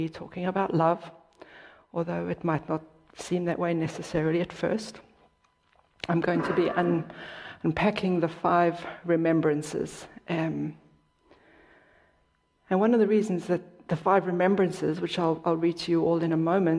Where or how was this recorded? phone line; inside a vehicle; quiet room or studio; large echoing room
large echoing room